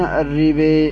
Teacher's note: ومال الربا حمزة والكسائي وكذا خلف، ووافقهم الأعمش والباقون بالفتح. يعني عندنا حمزة والكسائي وخلف بيقرؤون بالإمالة مع أن أصلها واوي